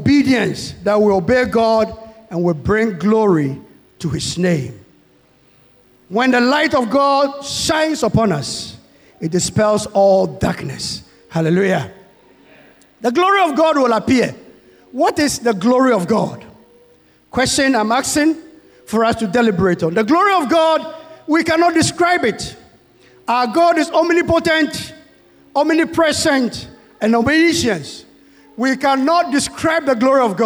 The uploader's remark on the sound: Sermon preached at CBC